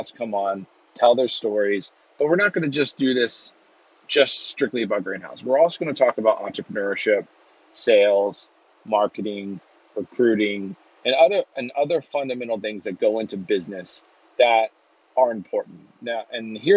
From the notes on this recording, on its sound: recorded in my car driving home